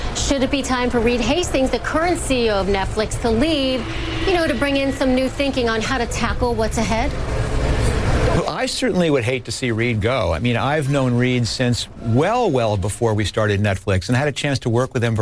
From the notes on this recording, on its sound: live from the New York Stock Exchange